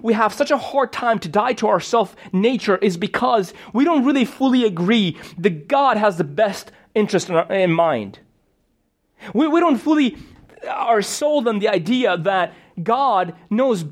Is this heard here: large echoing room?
yes